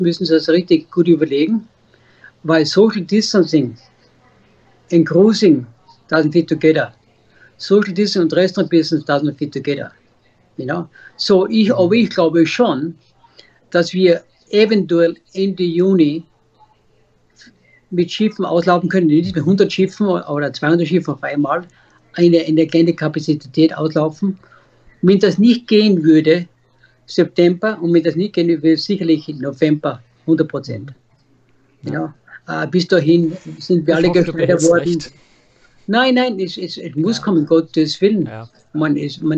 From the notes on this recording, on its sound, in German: Skype-Gespräche - sechs Menschen, sechs Kreuzfahrt-Geschichten in Zeiten der Coronakrise. Es sind ganz persönliche Skype-Interviews.